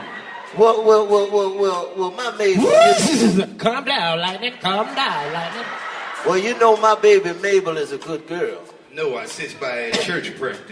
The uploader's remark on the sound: In the first of two sold out shows. A beautiful fan from the audience.